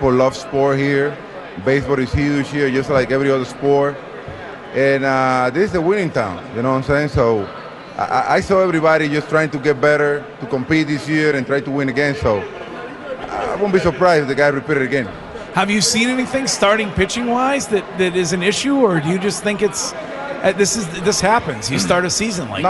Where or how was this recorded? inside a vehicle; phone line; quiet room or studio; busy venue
busy venue